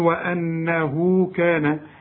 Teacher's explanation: وأنه كان رجال من الإنس، وأنه اوعى تقول وإنه، الهمزة مفتوحة والنون لازم تغنى الآن عليها الشدة، وفي واو صغيرة بعدها الضمير علشان تمدها حركتين